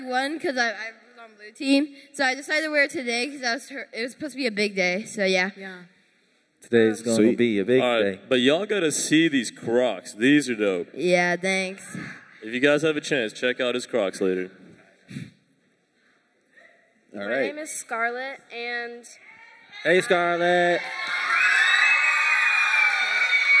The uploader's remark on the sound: LIVE Podcast! - Featuring Students (Kingdom Camp 2023). We spent some time hearing from our campers.